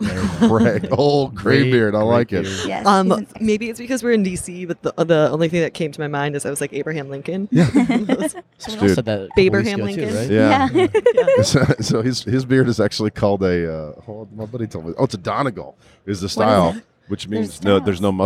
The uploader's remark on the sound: Live from the expo floor at Splunk’s user conference, .Conf 2017.